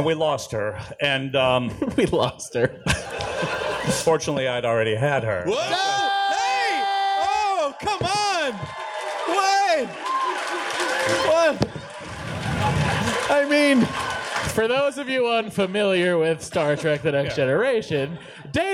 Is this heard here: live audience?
yes